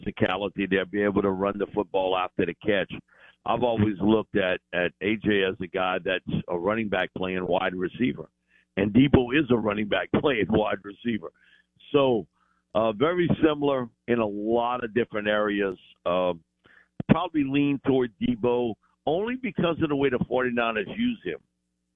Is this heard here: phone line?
yes